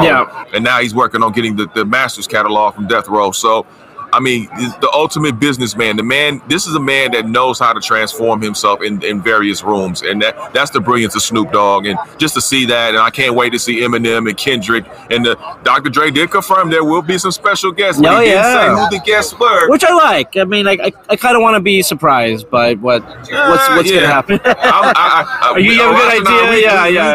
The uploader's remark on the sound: live from Super Bowl Media Row